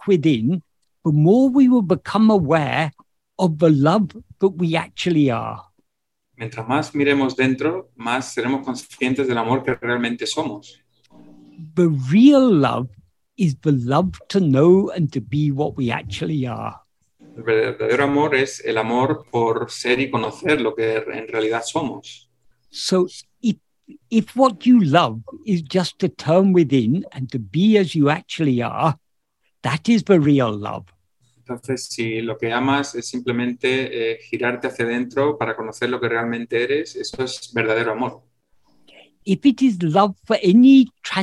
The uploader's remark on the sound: In a Zoom meeting with ‘Yo Soy Tu Mismo’ (a group of Spanish devotees of Bhagavan Sri Ramana).